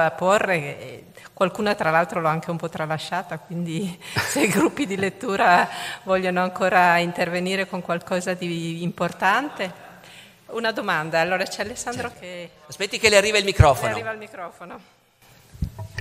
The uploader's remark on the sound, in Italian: La registrazione è avvenuta in occasione della presentazione del libro alla Biblioteca civica Don Lorenzo Milani, nell'ambito del progetto Leggermente, il 23 marzo 2022.